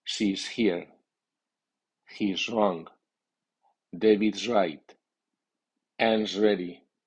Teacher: Smith's There, el señor Smith está allí b. Después de sonido de vocal o de consonantes sonora, is contraído se dice z.